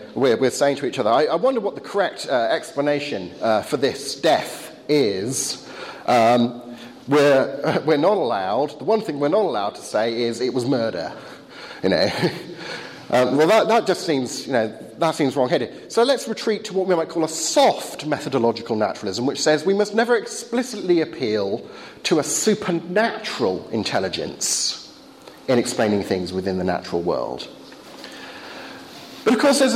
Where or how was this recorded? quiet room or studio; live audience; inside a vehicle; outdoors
live audience